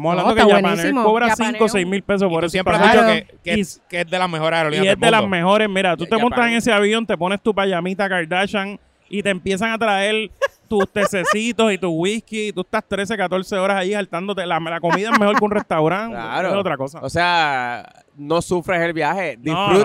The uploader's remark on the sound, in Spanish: en vivo desde el Centro de Convenciones de Puerto Rico tras el exitosísimo Mochileando Travel Class 2023